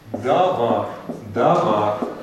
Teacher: Это «а» долгое, как положено в открытом слоге